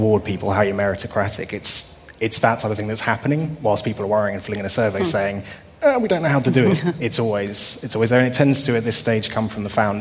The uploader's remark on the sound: a panel discussion held at SaaStock 16